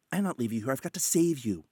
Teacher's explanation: there's more emphasis on save and drawing out the A sound